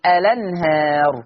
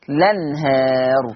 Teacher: لو أنا حطيت همزة الوصل هقول ألنهار، شلت همزة الوصل هبتدي باللام فتصير لنهار